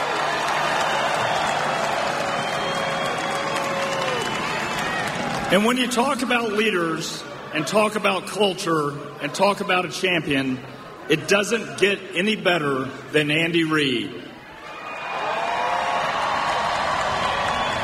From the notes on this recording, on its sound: Goes live to the Chiefs' on-stage festivities as they celebrate back-to-back championships.